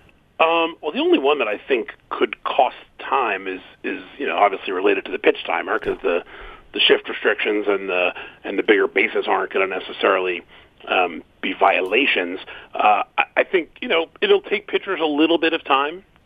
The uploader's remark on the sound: Phones. Calls.